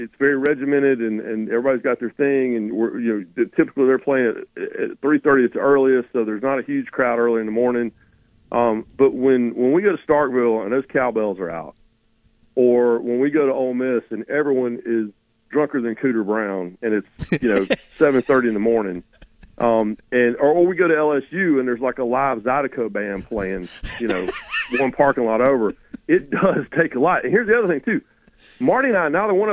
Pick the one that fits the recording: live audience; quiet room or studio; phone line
phone line